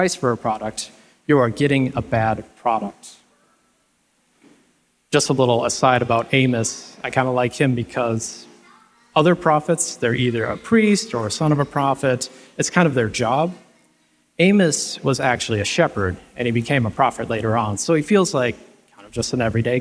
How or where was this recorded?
live audience